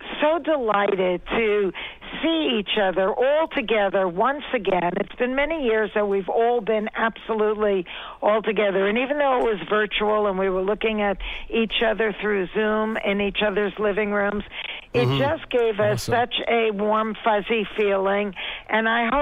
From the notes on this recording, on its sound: call into the show!